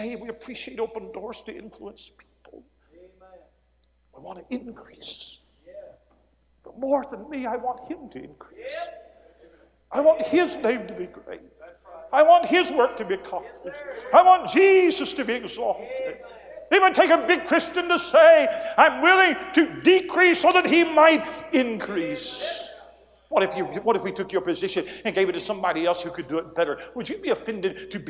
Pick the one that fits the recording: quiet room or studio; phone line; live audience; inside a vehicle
live audience